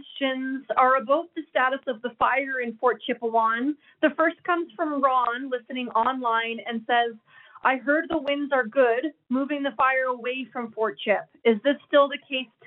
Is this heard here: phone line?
yes